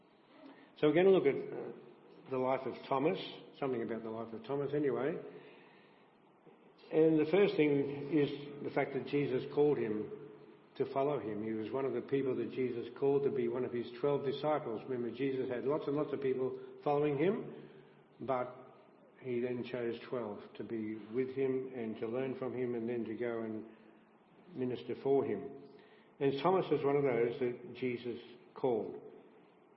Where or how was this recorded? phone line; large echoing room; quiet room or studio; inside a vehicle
large echoing room